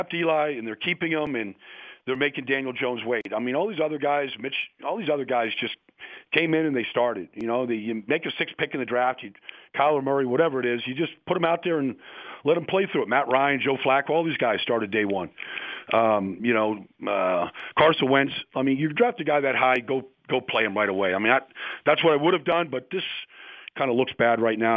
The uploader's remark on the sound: called in to the Ben and Skin show